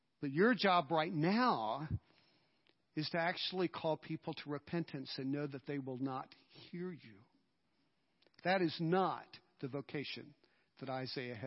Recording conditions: large echoing room